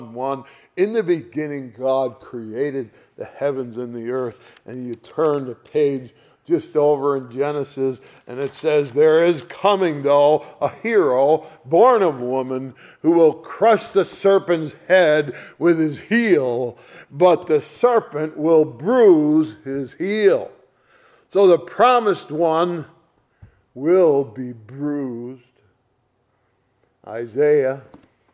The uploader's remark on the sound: Sunday Morning Service recorded on 04/16/2023